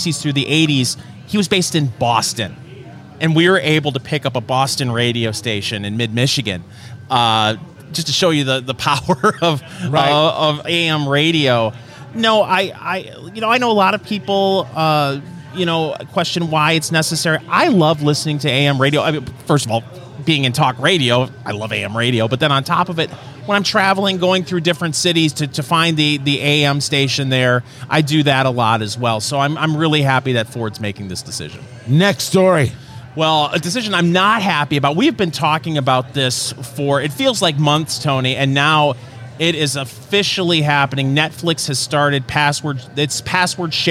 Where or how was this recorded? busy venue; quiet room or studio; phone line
busy venue